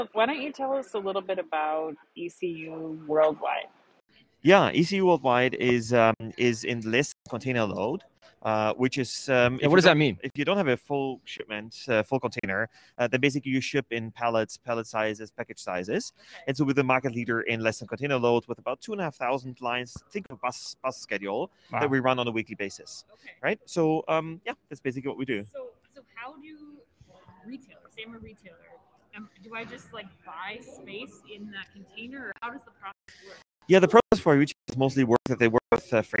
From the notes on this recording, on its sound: live from the Manifest Conference in Las Vegas